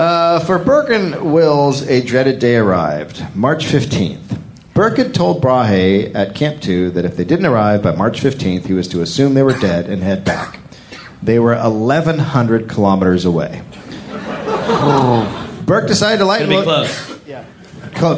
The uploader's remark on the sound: live in Sydney, Australia